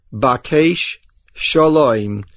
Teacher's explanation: Make sure you say the shin that ends the word bakesh and the shin that begins the word shalom.